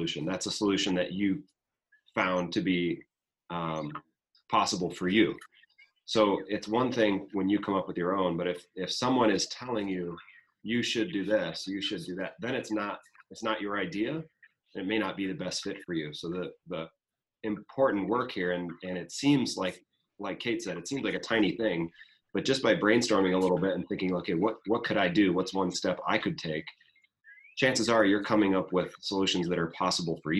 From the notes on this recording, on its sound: This is the audio from a virtual presentation